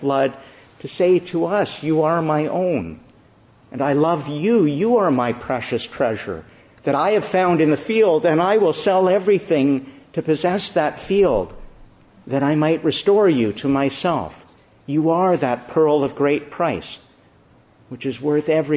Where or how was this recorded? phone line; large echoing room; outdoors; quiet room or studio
large echoing room